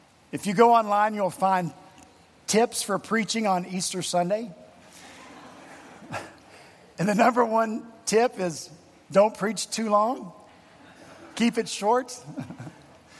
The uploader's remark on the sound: at Redeemer Presbyterian Church in Charleston, SC